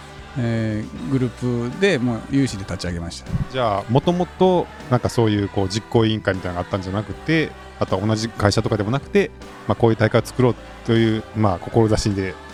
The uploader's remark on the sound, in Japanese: スタート会場から皆さんの声をお届けします！